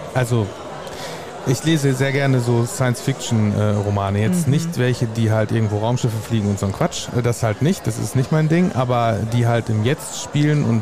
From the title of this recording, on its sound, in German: Spezialfolge live vom Online Marketing Day